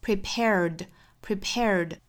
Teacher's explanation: If you're not prepared, prepare,尾部的这个的，我们首先知道它是发浊音的，清清浊浊的规律哈，因为是 prepare, er,美音呢是卷舌的 er 的发音，英音是一个元音，不管英音还是美音，尾部都是发的浊音，所以后面加的这个 d 呢也是要发浊音的，发成 d